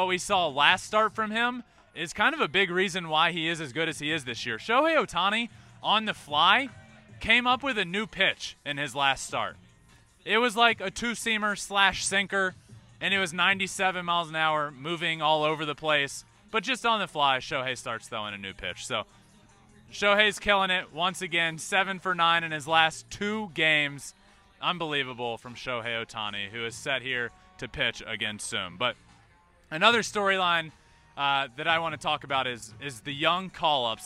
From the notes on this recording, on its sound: GAME DAY AT YOKOHOMA STADIUM. Goes LIVE from Yokohoma Stadium.